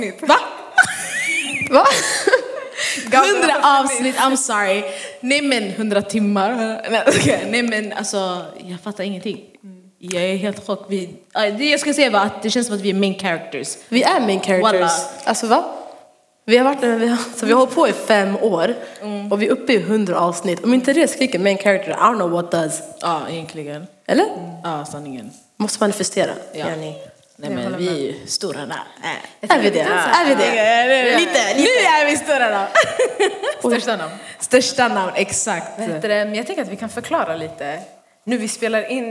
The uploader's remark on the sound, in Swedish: Detta firar vi med en livepodd där vi har bjudit in världens bästa publik, och dunder gäster!